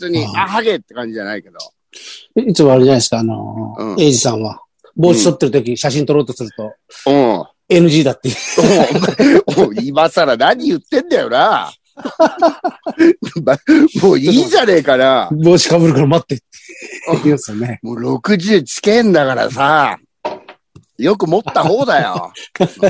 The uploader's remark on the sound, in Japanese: ZOOMで収録。